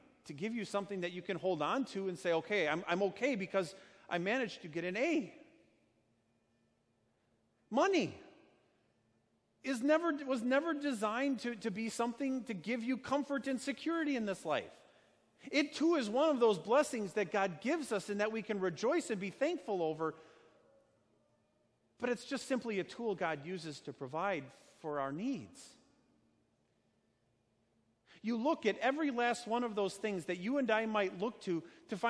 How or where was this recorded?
large echoing room